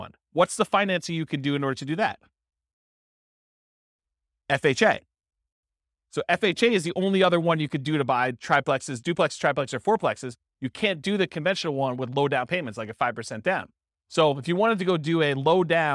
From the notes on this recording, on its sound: This was a live class recorded